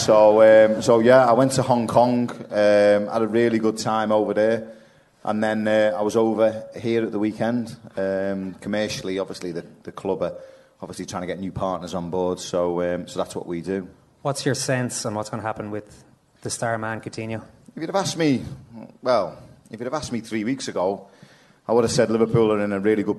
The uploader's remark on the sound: Second Captains Premier League Night with Cadbury in The Sugar Club. Came chock-full of football legends, incomprehensible Dublin accents and bold predictions.